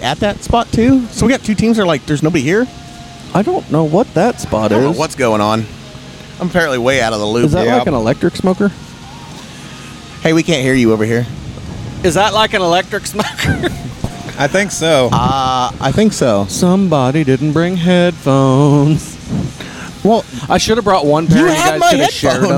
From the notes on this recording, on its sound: Live from the AFPD BBQ Fundraiser. We were live at a BBQ Competition.